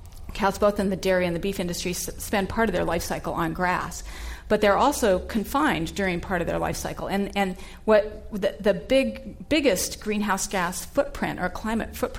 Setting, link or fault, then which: setting, live audience